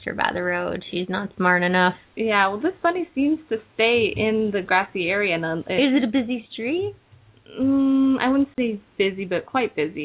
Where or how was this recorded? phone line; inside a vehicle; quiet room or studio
phone line